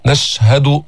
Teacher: الشين ساكنة ما تحركها ما تقلقلها · Term: حرف تفشي